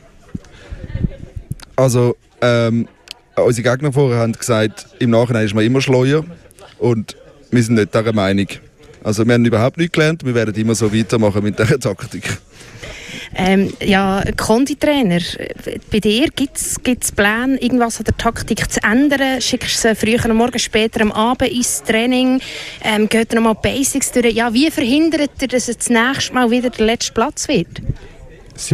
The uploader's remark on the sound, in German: Bereits zum vierten Mal war das Kraftfeld in Winterthur Veranstaltungsort des legänderen Tichu-WM-EM-Olympiaden Turnier. Radio Stadtfilter war live vor Ort und kommentierte die spektakulären Spiele live und führte mit einigen Teams emotionale und sportliche Interviews.